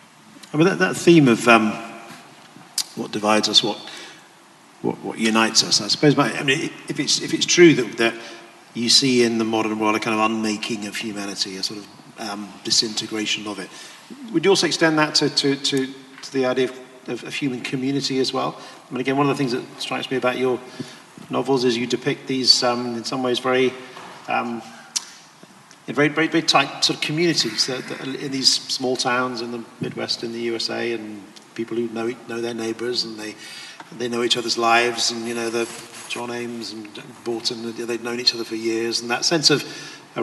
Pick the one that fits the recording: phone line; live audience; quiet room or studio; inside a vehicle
live audience